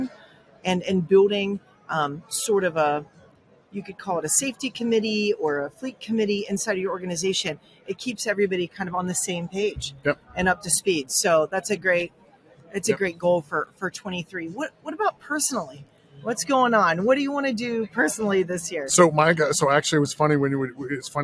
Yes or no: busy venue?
yes